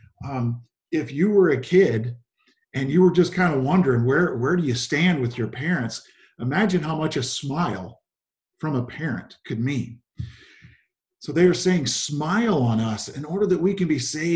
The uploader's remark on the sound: Zoom Sunday 11/29/20 (Audio)